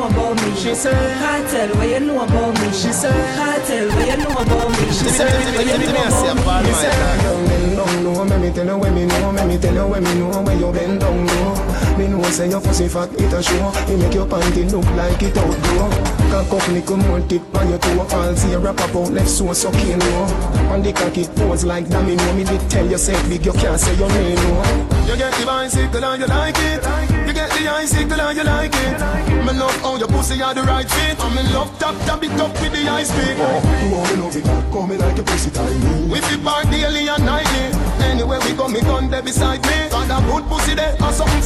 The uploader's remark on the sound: Live audio recording of my set at island saturdays